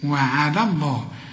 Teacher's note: لفظ الجلالة هنا المفتوح مفخم، إنما وعلى مرققة